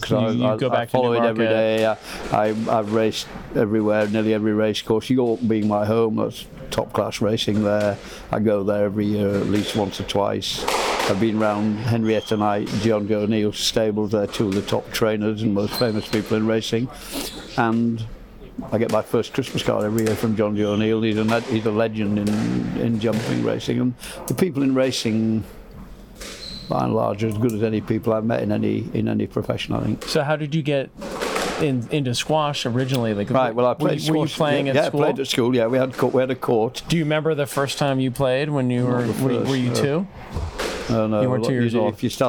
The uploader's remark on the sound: Takes Outside The Glass into a betting shop in Pontefract to put a wager down.